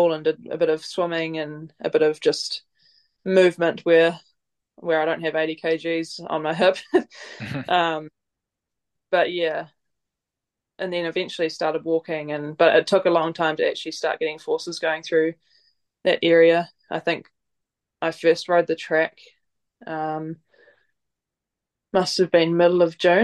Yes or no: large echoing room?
no